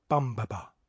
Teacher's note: a stressed syllable followed by two unstressed syllables. It kind of goes bum ba ba. · Term: dactylic foot